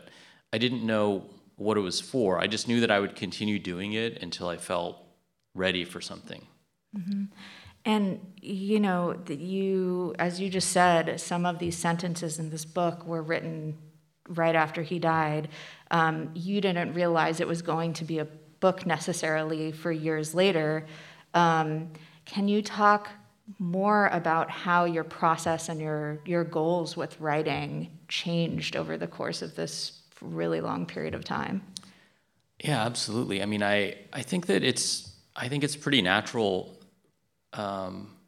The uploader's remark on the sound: We bring you an event from the 2022 Portland Book Festival, which took place on Saturday, November 5, 2022. The hour is split into two halves of thematically related conversations.